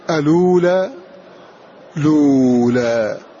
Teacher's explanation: ورش ينقل حركة الهمزة إلى اللام قبلها قولا واحدا